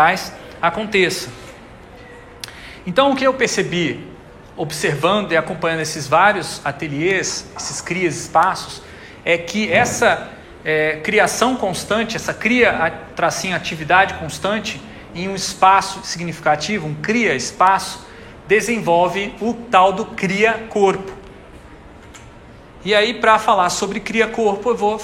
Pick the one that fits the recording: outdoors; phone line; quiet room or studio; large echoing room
large echoing room